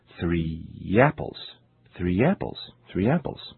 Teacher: when the words three and apple are linked, it sounds as if there were an additional Y sound, y, between the words · Term: sound linking